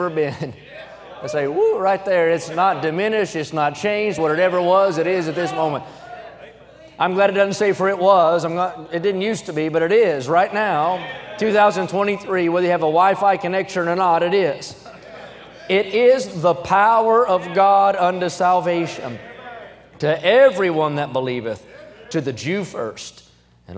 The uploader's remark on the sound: during the Sunday Evening service of the 38th Annual National Pastors' & Workers' Conference in Santa Clara, California